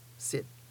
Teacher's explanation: That's a short I with a low tone. And in this case, the short vowel I does sound a little different from the long vowel E.